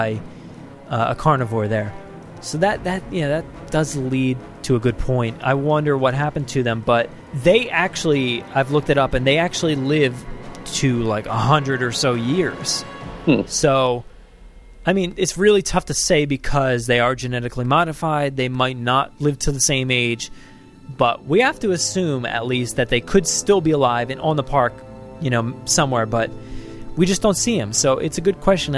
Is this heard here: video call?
no